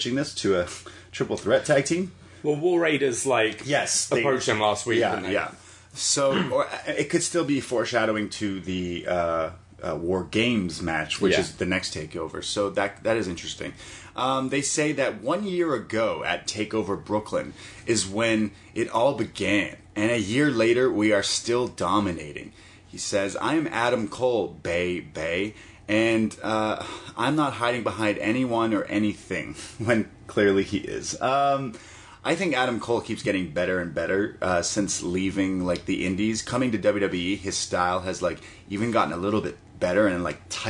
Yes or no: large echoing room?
no